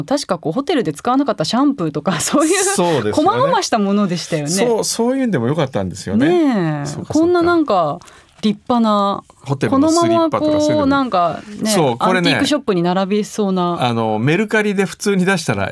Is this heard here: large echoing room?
no